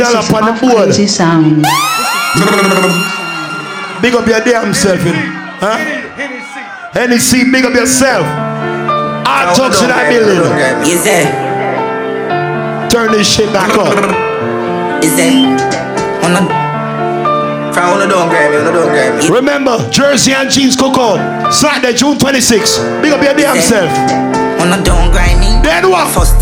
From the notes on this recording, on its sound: LIvE in VA BEACH. PHOENIX LOUNGE.